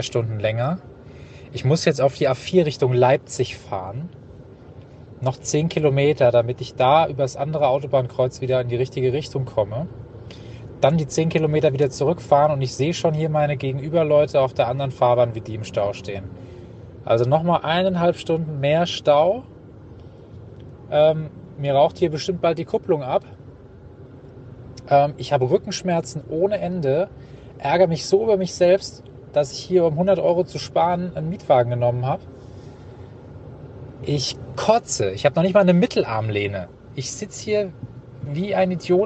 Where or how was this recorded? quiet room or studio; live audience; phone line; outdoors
outdoors